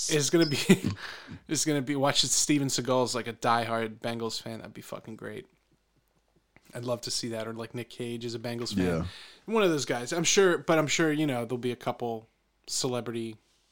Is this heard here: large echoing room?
no